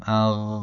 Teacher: اگر غین رو درست تلفظ بکنیم صدا کاملا قابل امتداد هست و با یک نرمی همراه خواهد بود، اما قاف اینطور نیست.